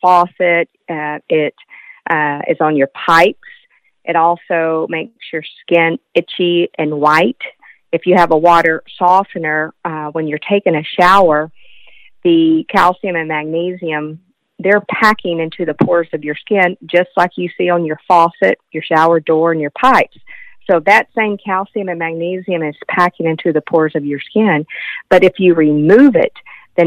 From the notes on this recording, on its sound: Check A Pro Radio Show. Spoke with homeowners who called in to the radio show.